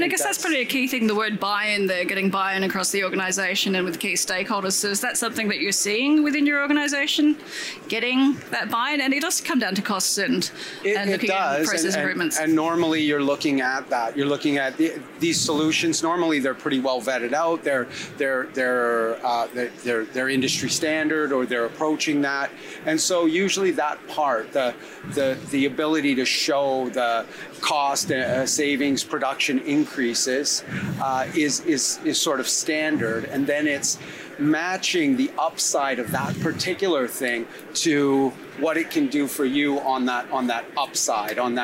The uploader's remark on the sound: Recorded live from the trade show floor at PDAC 2020.